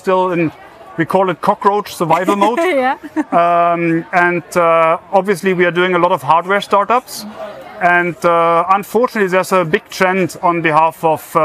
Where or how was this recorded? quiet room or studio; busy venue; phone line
busy venue